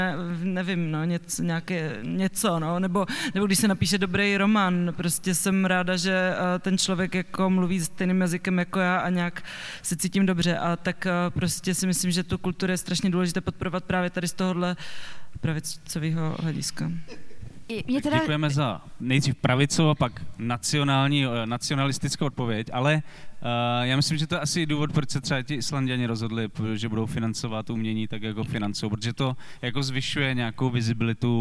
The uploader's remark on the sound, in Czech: Tento díl podcastu Kolaps se nahrával živě na festivalu audiovizuálního umění a alternativní elektronické hudby Lunchmeat v korzu Národní Galerie v Praze. Pro podcast byla Národní galerie ideální kulisou.